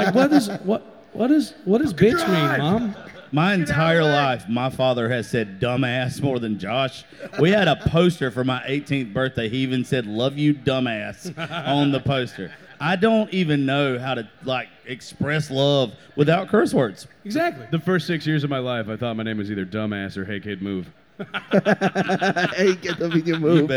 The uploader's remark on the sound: Live At The FloraBama